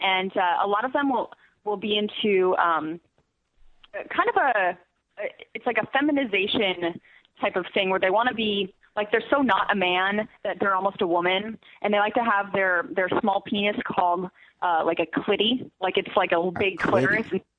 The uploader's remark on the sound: Phone calls.